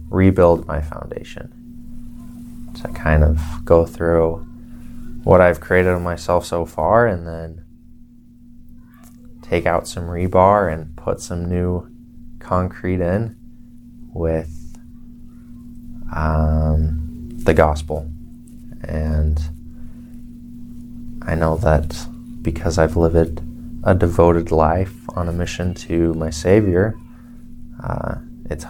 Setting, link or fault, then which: fault, sounds in the background